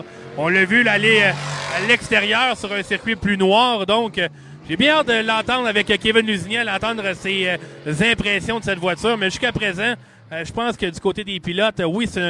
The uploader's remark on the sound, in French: Nous sommes en direct du Rpm Speedway pour lancer officiellement le Défi Urbain Chevrolet. Les pilotes invités qui participeront aux courses qualificatives sont en piste pour se familiariser avec les voitures avant la course de samedi soir.